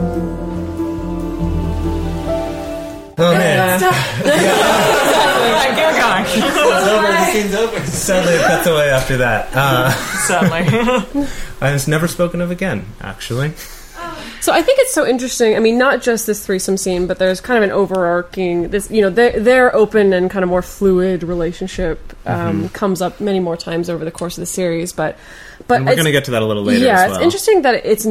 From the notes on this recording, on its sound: This is a very special live presentation by the Multiamory crew that took place in Santa Monica on January 20th, 2017.